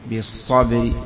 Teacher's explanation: صاد حرف مفخم وهو مفتوح لا يوجد شيء مما يوجب إنقاصه تفخيمه